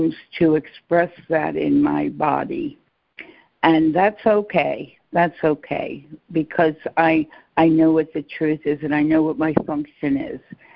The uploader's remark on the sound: ACIM Daily Conference Call